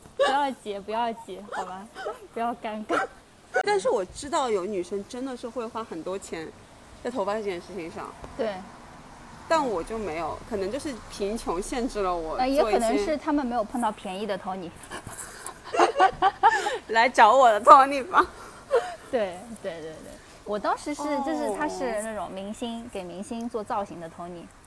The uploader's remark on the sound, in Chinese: 这期节目我们本来想边走边录的，但是奈何我们设备太差，马路上也有噪音，只好站在一个防范区小区门口给大家录节目了～剪辑的时候，特别没有把背景音消掉，让大家感受下上海下雨天吧。